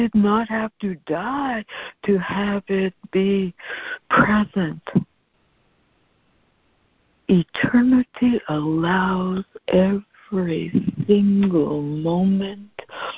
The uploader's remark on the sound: ACIM Daily Conference Call